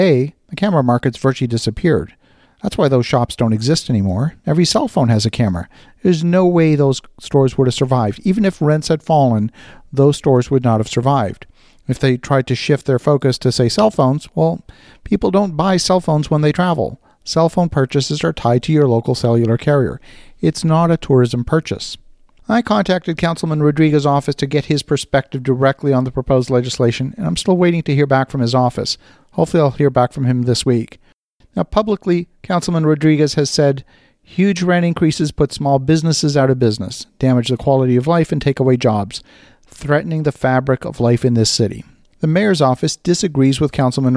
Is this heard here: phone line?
no